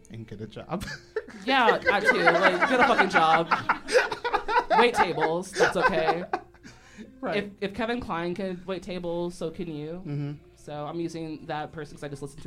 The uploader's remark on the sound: Live in Chicago at Steppenwolf Theater. During a live show at Steppenwolf Theater Chicago for the “Sounds Like Chicago” Podcast Festival.